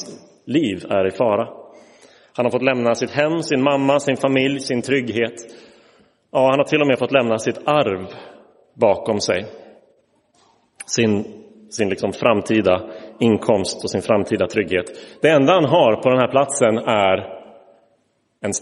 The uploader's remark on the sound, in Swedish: Inspelad i Roseniuskyrkan